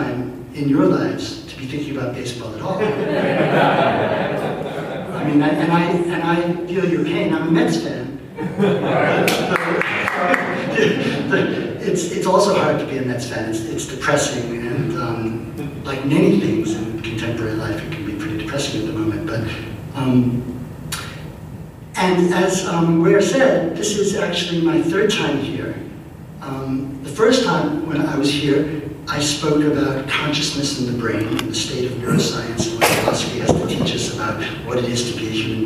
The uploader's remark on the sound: This Audio is courtesy of Seattle Town Hall Taped Live. The Forum.